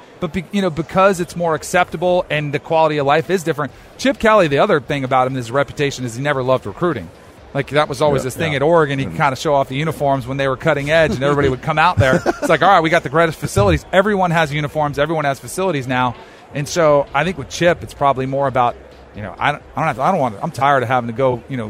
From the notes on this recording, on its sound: LIVE from radio row in Vegas!